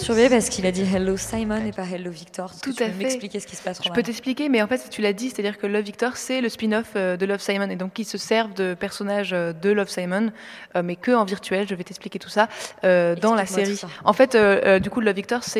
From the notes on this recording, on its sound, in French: En direct des Grands Voisins